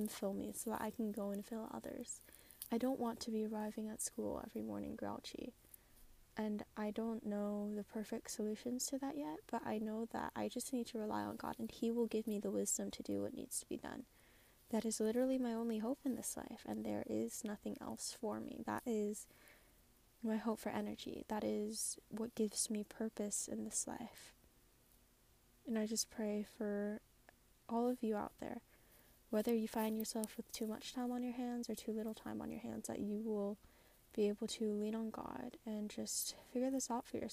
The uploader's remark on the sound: An unedited episode today; bit of background noise but a raw conversation.